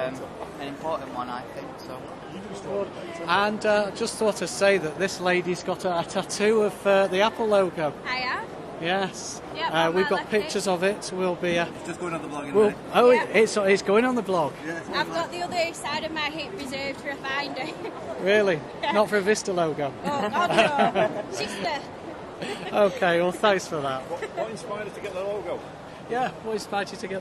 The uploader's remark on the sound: Live recording from The Apple Store, Trafford Centre, Manchester. Interviews with those in the queue and a member of staff from the store.